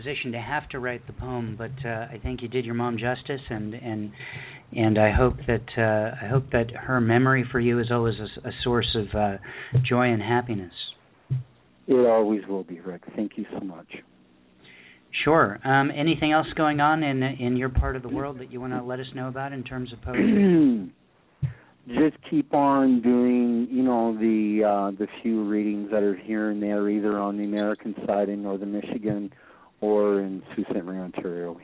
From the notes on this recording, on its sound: We had a poetry packed show with callers from Birmingham, Alabama, Los Angeles, California, Ontario, Canada, Belfast, Maine, New York City, New York, Bellingham, Washington, and Topanga Canyon, California.